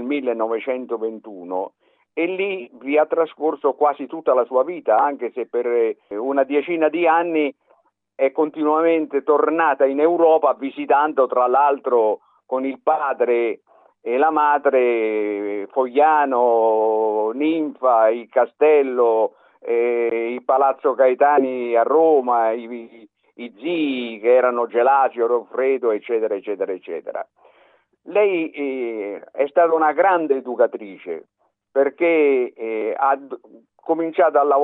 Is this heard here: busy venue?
no